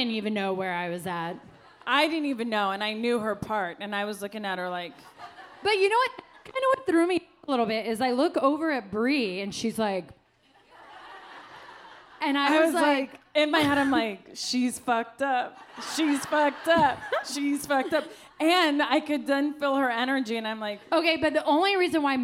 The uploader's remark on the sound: Live in Arizona! Hit the mic at a sold-out show at CB Live in Phoenix. The episode starts off with a memorable live intro.